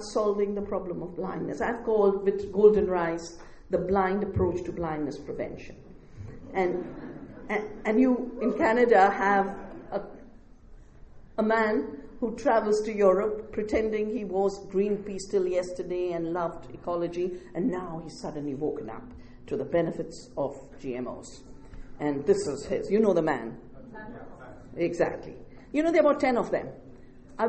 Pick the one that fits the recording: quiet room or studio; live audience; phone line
live audience